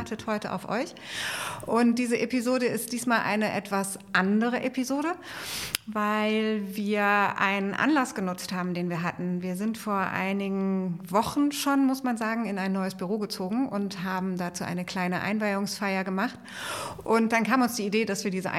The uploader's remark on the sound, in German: Special insofern, weil diese Folge eine Live-Aufnahme war. Wir sind vor einigen Wochen in neue Büroräume gezogen und haben unsere Einweihungsfeier genutzt, um einen kleinen Live-Podcast zu machen.